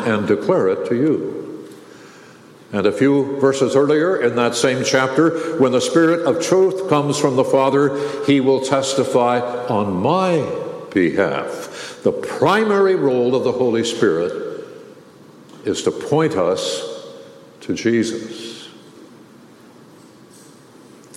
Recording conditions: large echoing room